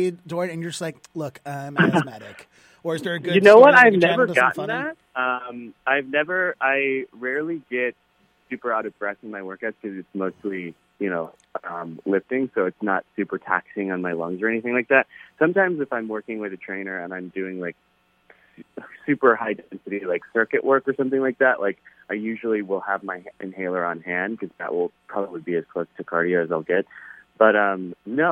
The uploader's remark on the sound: This over the phone interview is our full, unedited conversation.